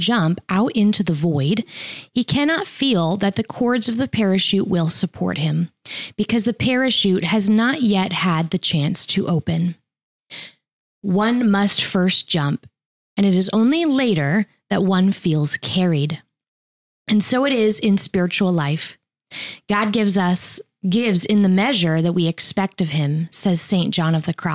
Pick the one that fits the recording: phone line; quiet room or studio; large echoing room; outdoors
quiet room or studio